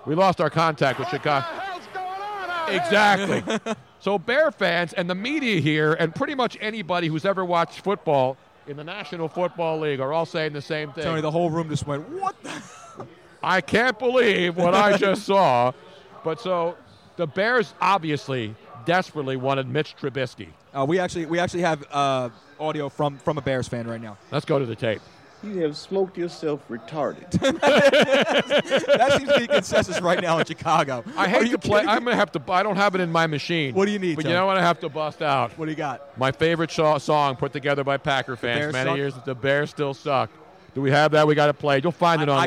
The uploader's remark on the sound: Part 2: We were LIVE from the #NFLDraft2017 Philadelphia for 6 HOURS. Part 2 of a 6 hour Draft Fest LIVE from the Draft Headquarters in Philadelphia.